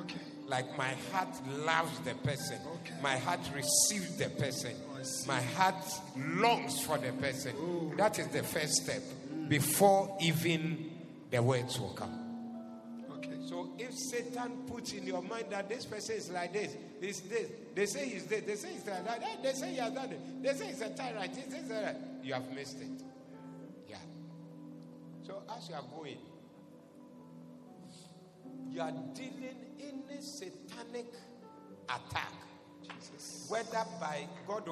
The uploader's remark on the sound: Preached at the 2023 More Than You Can Carry Day 3